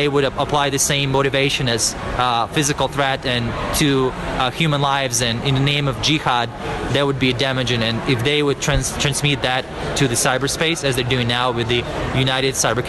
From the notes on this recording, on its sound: The 2016 Black Hat conference is underway in Las Vegas this week. Special report from the show floor.